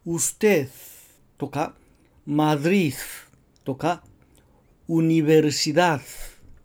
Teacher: 息は出しているんだけれども声が消える